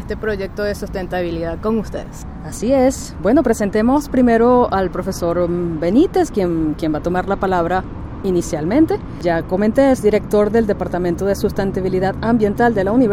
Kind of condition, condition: setting, outdoors